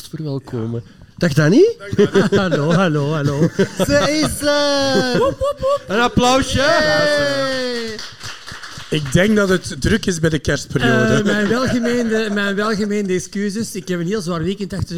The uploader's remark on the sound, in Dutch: Deze aflevering is opgenomen voor een live-publiek bij Jeffrey's in Antwerpen.